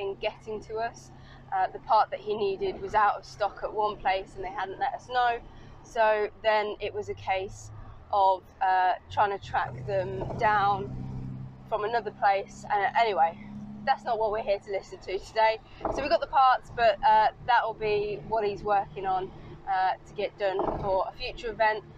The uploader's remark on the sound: All recorded from my 1968 Morris Minor, Peggy.